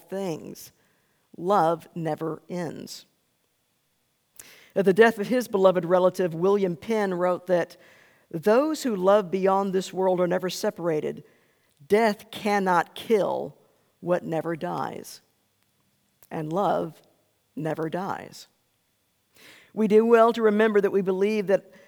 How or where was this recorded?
large echoing room